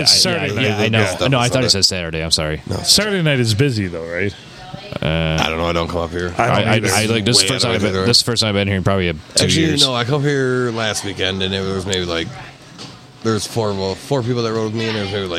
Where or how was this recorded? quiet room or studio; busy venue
busy venue